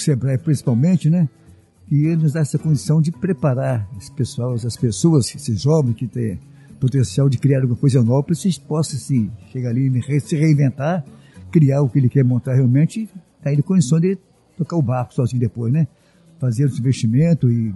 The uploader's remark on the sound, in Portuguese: Episódio gravado no evento "Seminário de Novos Gestores".